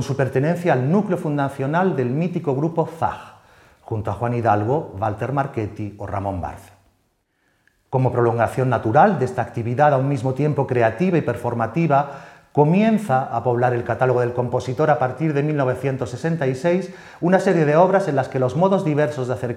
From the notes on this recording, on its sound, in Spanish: La conferencia fue grabada en el Teatro de la Zarzuela en noviembre de 2022.